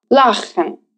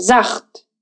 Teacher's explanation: произносится как ха, но такая взрывная ха